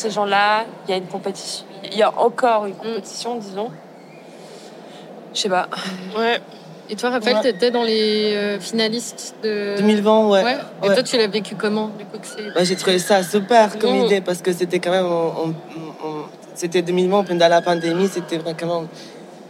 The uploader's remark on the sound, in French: Enregistrées “in situ” lors des Swiss Design Awards. Enregistrées “in situ” lors des Swiss Design Awards. Le contexte installatif des SDA. Au sein même des murs de la Messe à Bâle.